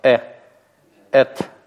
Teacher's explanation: Поскольку начинается с алефа, алеф не дает никакого призвука нам. Это просто начало гласной.